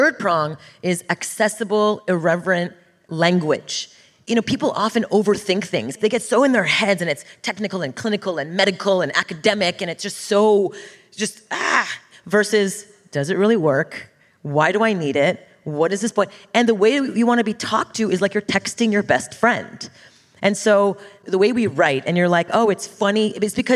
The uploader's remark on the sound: Live bonus Q&A session.